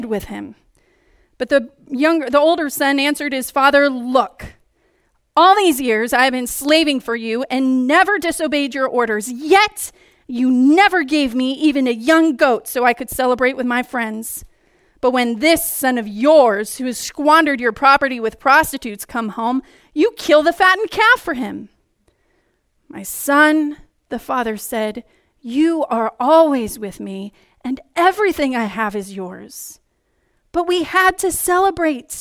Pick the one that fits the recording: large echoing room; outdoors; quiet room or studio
large echoing room